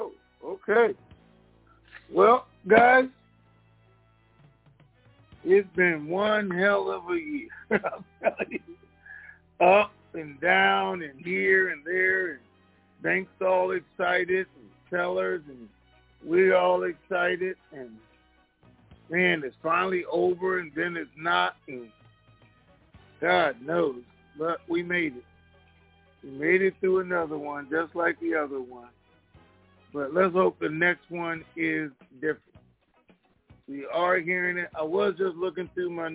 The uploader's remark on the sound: TNTSuperfantastic Conference Call